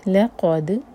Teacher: لام لائٹ، قاف ہیوی اور دال پر قلقلہ، لقد، تو ہیوی کا مطلب ہوتا ہے کہ ہم نے جو ہے منہ بھر کر پڑھنا ہے، ایمٹی منہ سے نہیں پڑھنا، منہ بھر کر پڑھنا ہے.